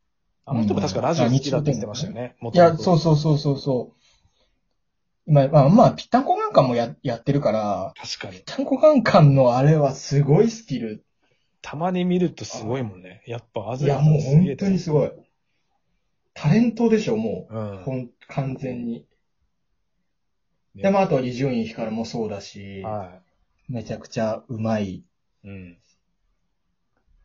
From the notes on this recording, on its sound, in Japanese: リモート収録